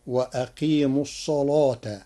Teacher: قرأ ورش كلمة الصلاة بتغليظ اللام لوجود الصاد المفخمة قبلها فتصير وأقيم الصلاة.